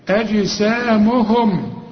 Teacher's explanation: أجسامهم طبعا ما تنساش الجيم، هنا بقى هنقلقل الجيم، واخد بالك ليه؟ عليها السكون